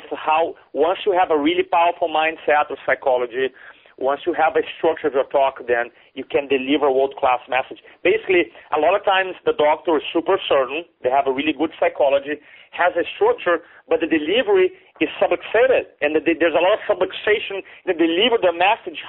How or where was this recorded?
phone line